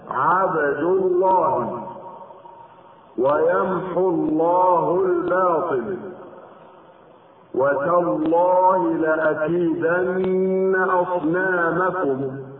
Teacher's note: اللام من لفظ الجلالة تفخم اذا سبقت بفتح او ضم